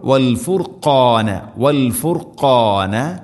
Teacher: ഖാഫിൻ്റെ മഖ്റജ്, ചെറുനാക്കിൻ്റെ അടുത്തായിട്ട് ഖാ. അപ്പോൾ വൽ ഫുർഖാന, വൽ ഫുർഖാന ലഅല്ലകും, ലഅല്ലകും ഐന് തൊണ്ടയുടെ മധ്യഭാഗം, ലഅല്ലകും അല്ല ലഅല്ലകും തഹ്തദൂൻ, ലഅല്ലകും തഹ്തദൂൻ.